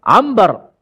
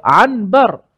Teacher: kita terus tukarkan nun kepada mim · Shown in: first take · Term: iklab